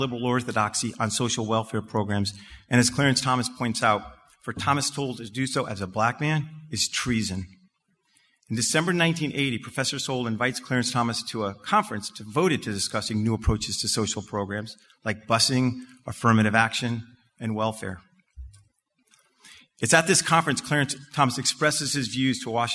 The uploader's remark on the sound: This was the topic of his Lunch Time Keynote Presentation on Saturday March 11th at the 2023 BABL Convention.